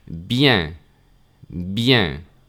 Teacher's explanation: la E abierta nasal que tiramos de la comisura de los labios hacia los lados